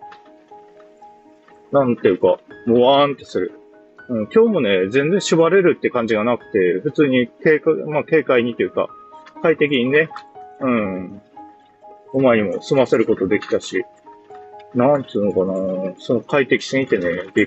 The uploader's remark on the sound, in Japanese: 元朝詣りからの帰りにイヤホンで収録しました。